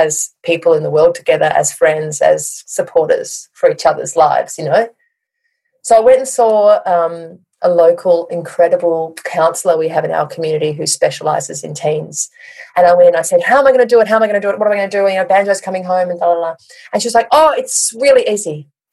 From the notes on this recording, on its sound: joined us in the Zoom room this week